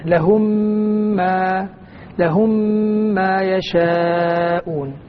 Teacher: أصلها لهم ما ميم مع ميم، في حالة الإدغام أنطق الميمين ميما واحدة مشددة · Term: إدغام شفوي